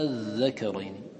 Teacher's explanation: ذكر الناظم أننا نبدل منها ألفا، فتقول أذكرين، ثم لك المد من أجل السكون بعدها · Term: إبدال همزة الوصل ألفا